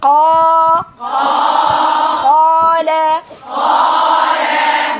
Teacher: ينطق حرف المد بزمن مساوي لضعف زمن الحركة الفتحة. المد بالألف يبقى عندك إيه زمنه كأنه فتحتين. · Term: المد الطبيعي